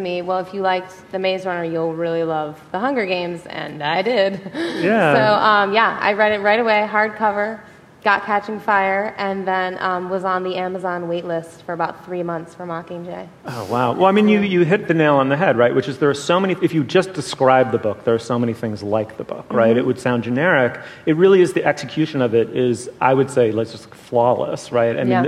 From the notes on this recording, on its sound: The Slate Culture Gabfest Live in Los Angeles.